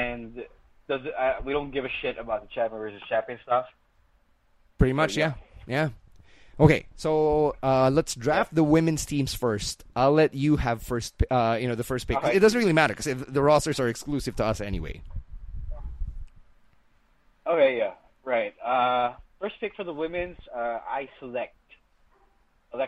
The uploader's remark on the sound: It's another phone call episode of the Podcast